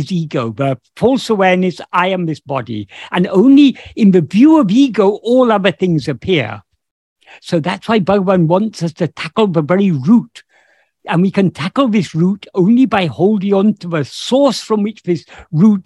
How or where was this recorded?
video call